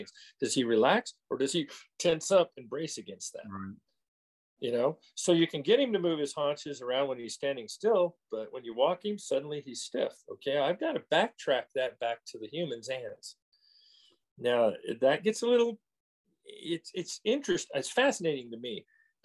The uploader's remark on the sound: The interview was conducted over Zoom